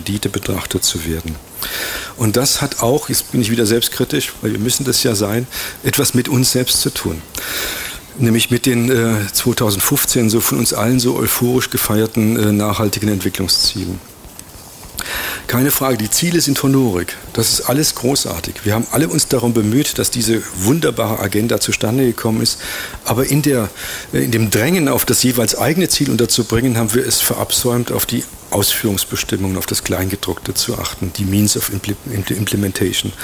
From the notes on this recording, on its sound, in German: Live auf dem Allerweltsfest in Ulm. Radio free FM hat den Vortrag übertragen.